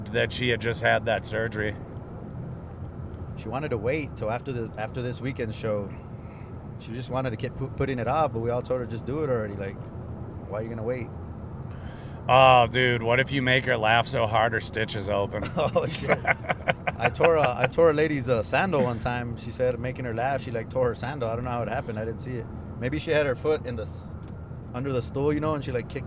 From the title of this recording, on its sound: Texallent Carcast